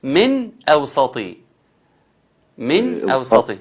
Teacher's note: إظهار النون. إظهار النون على طول. أحسنت، لأن أتى بعدها همز